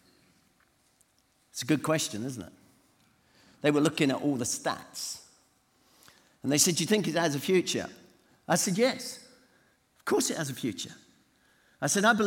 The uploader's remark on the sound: Session recordings from DNA 15 hosted by CVM Ireland